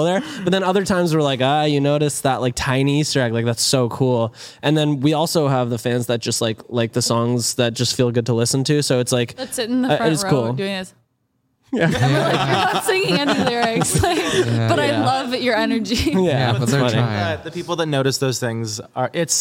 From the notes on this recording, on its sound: We’re live from Guy Fieri's Tequila Cocina